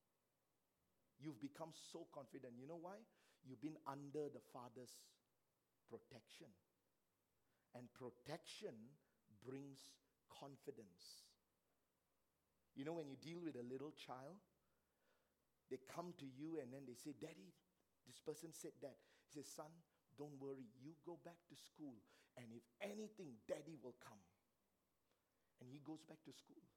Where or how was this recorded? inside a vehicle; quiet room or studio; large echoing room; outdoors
large echoing room